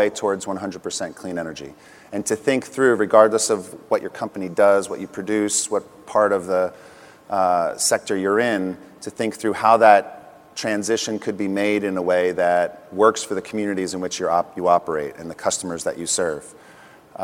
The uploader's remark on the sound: The best of live interviews from GreenBiz events.